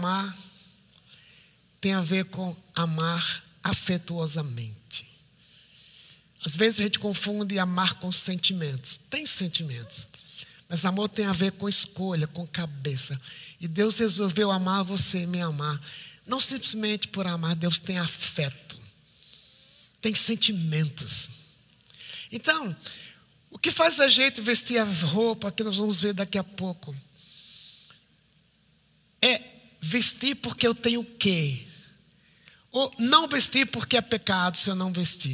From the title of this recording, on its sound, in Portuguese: IBMorumbi Culto Ao Vivo